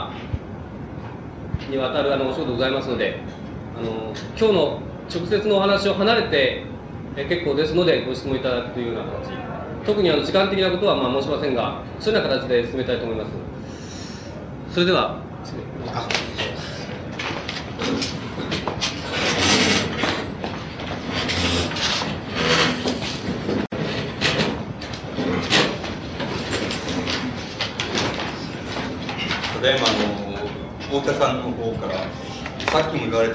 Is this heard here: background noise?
yes